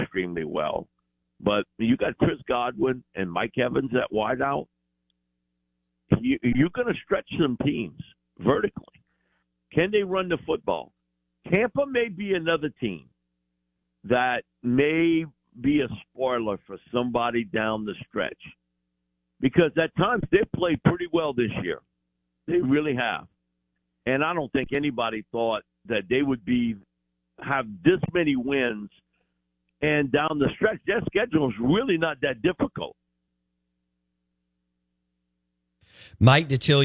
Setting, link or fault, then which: link, phone line